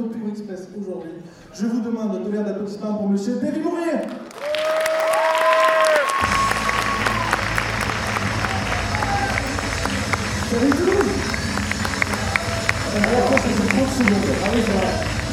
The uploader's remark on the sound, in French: Conférence TGS Springbreak 2017 : Inauguration. L'édition 2017 du TGS Springbreak vient de se terminer, et donc voici la petite flopée de conférences enregistré durant ce petit week end. L'inauguration de la convention qui à eu lieu le samedi matin.